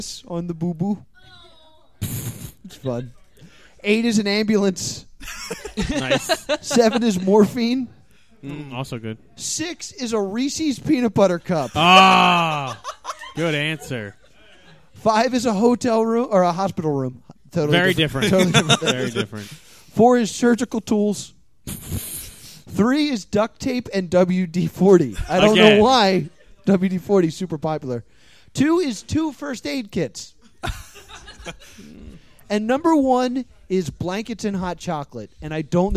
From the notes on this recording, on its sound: Live from Jester's Playhouse